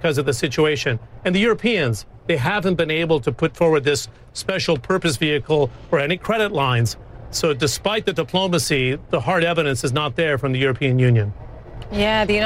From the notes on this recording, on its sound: live from the New York Stock Exchange